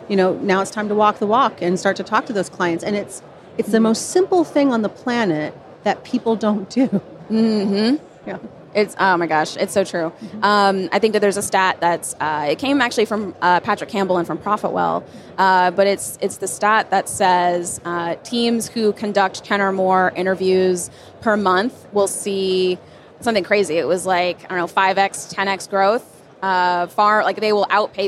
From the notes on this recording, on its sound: Live from SaaStock.